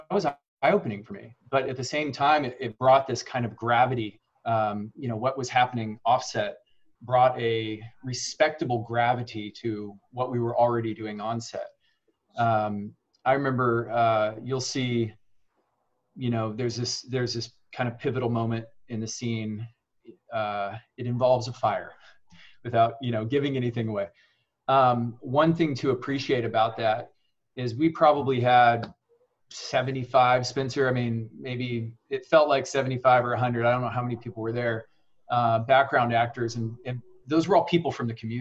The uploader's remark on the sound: The director + the cast joins on Zoom to hang out and answer some red carpet questions about the film!